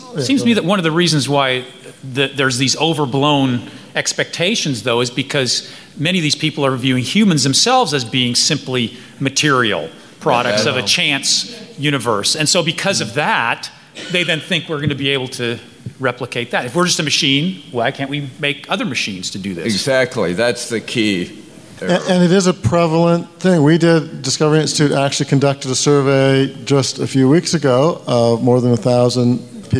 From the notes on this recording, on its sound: Part two of a panel discussion on “The Danger of Totalitarian Science,” held at the July 2018 FreedomFest in Las Vegas.